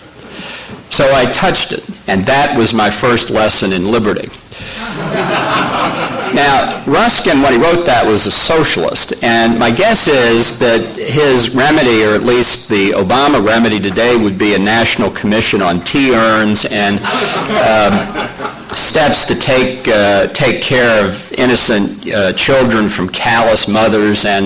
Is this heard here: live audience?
yes